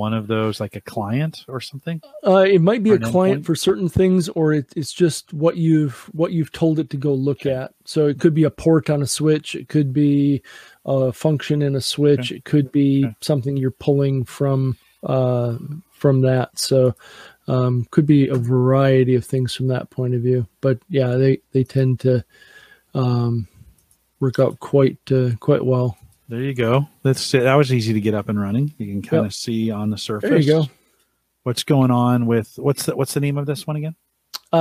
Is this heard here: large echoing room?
no